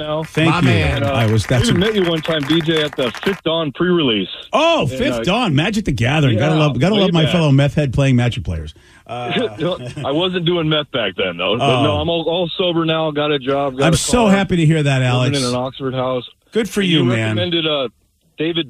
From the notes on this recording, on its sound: Last Show on KISW. The phone lines are jam packed!